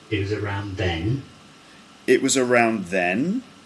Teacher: So it's just sort of straight, and then it goes up at the end. · Term: rising pattern